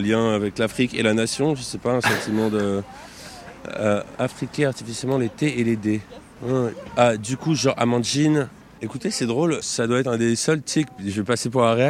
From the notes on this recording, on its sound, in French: Vous avez la parole dans le micro-trottoir de ZoomZoomZen.